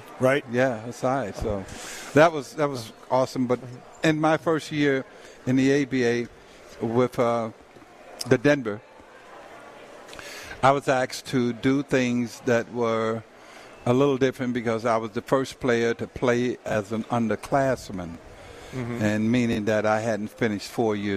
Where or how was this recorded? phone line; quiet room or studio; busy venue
busy venue